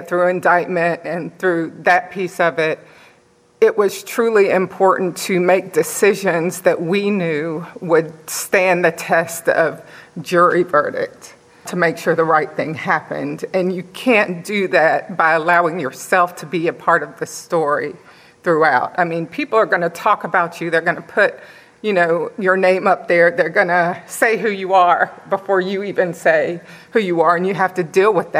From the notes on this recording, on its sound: This episode is part one of a three-part recording at the 2023 Annual Meeting.